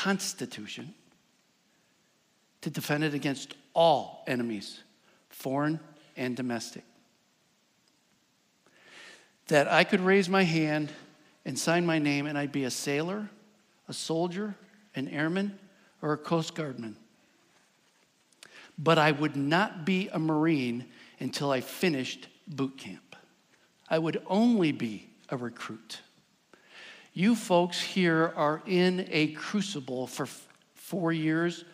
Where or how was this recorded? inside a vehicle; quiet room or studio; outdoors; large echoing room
large echoing room